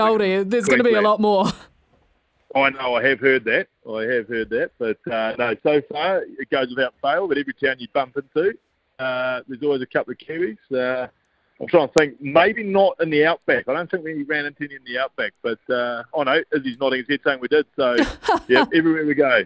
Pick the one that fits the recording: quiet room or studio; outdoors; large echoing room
outdoors